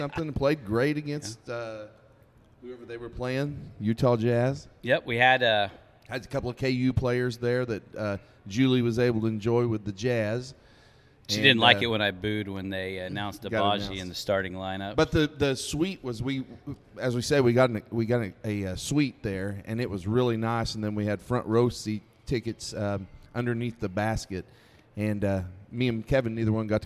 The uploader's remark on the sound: We left the studio and went on location for this episode at the Prickly Pear Grill and Cantina in Salina!